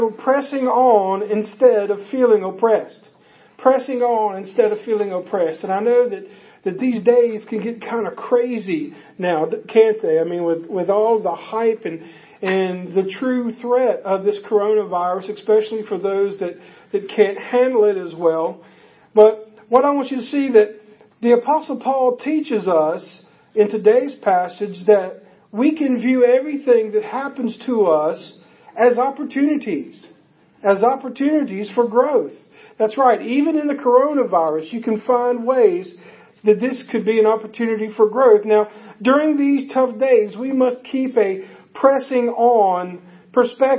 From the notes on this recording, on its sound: Audio is taken from a facebook live event on our church's facebook page.